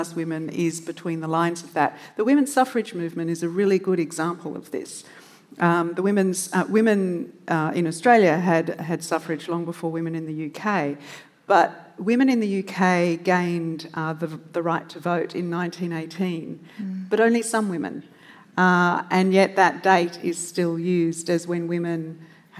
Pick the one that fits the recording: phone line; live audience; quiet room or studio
live audience